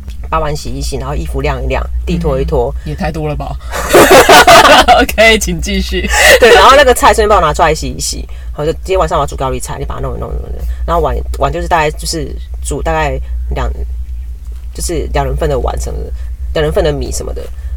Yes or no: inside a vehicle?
yes